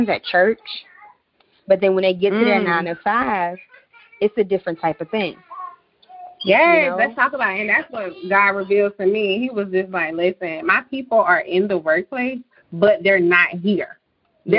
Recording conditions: sounds in the background